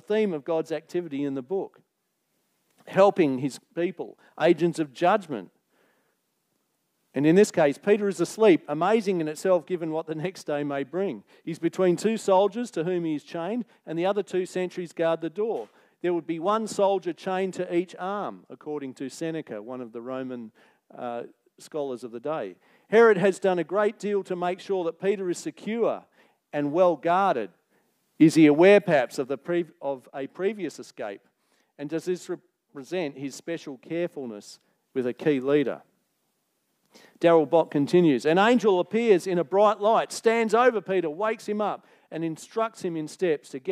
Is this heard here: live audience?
yes